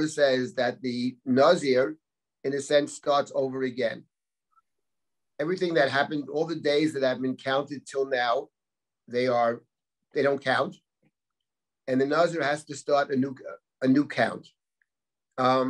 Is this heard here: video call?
yes